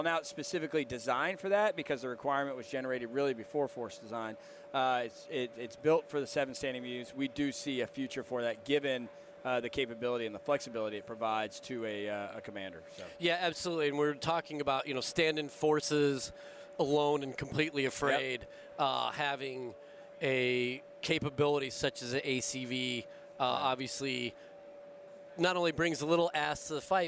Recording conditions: busy venue